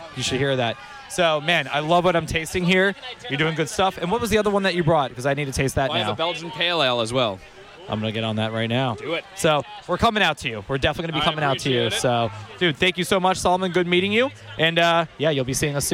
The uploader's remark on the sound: Runs to as many brewers as he can, while staying dry at the 2nd Annual Florida SMaSH Beer Festival brought to you by our friends at Hourglass Brewing.